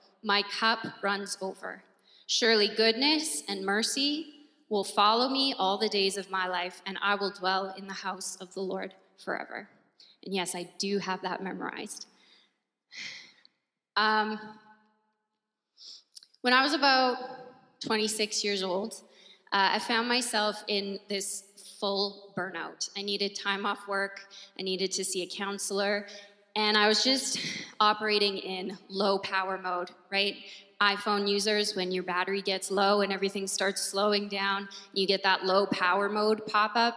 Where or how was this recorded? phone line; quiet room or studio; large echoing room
large echoing room